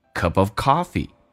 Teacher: cup of p 浊化成 b